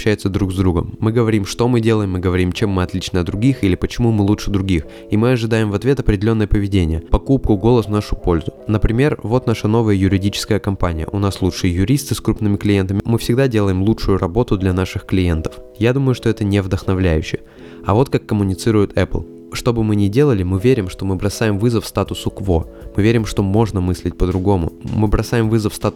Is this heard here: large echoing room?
no